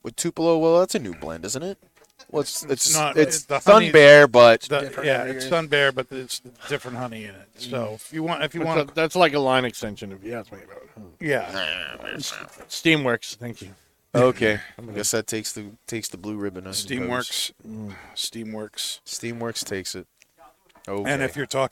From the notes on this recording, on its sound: Recorded live from the 7-20-4 Lounge!